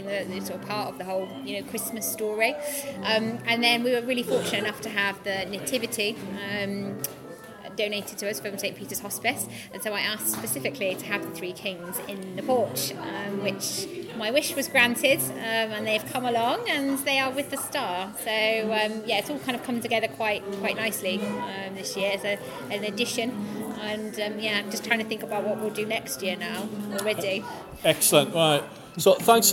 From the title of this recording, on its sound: Interviews at the Christmas Tree Festival 2019